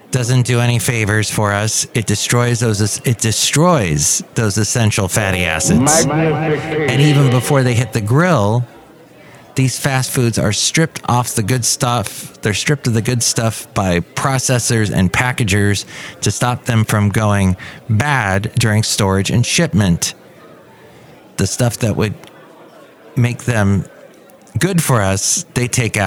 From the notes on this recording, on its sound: podcasts live from Café Anyway